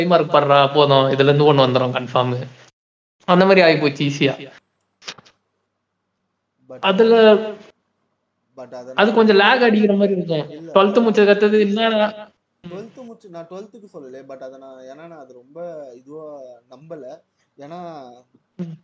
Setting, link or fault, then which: fault, poor sound quality